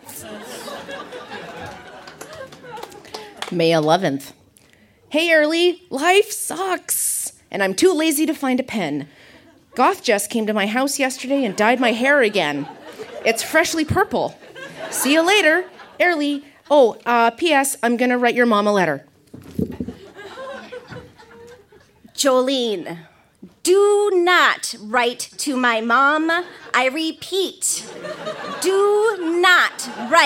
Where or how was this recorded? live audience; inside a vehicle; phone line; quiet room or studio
live audience